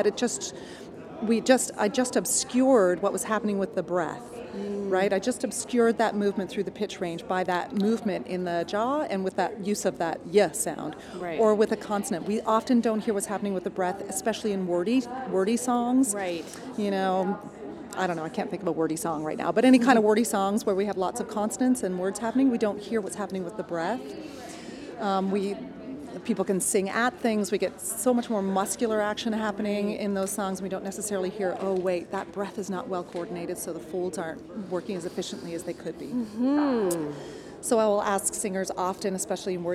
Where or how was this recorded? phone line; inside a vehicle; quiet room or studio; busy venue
busy venue